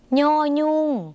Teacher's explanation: ย่อยุ่งเสียงขึ้นจมูกนิดนึงนะคะ ออกเสียงเป็นเหนื่อเหนื่อหรือภาษาถิ่นอีสานและภาษาถิ่นเหนือนะคะสามารถออกเสียงนี้ได้ส่วนคุณผู้ชมที่พูดภาษาไทยกลางอาจจะออกเสียงนี้ยากนิดหน่อยนะคะย่อยุ่ง